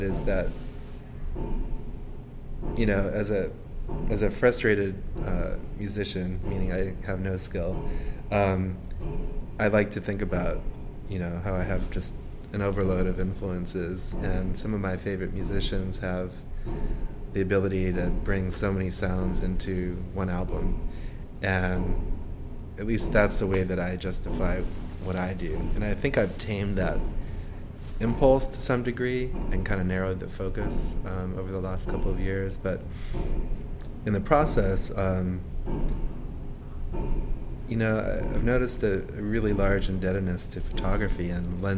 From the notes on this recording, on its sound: Each of these conversations was produced in the open space confines of Atlanta Contemporary, providing an opportunity to allow the activity, energy and sounds of the art center to add to the context of the dialogue.